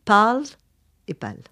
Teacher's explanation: une voyelle un petit peu plus longue